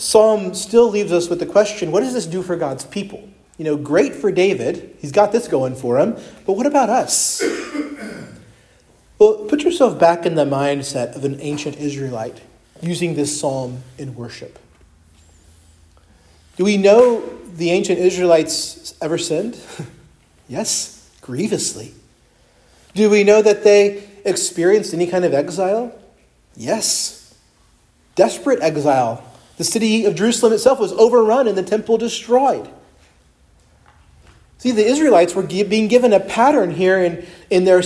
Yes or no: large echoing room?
yes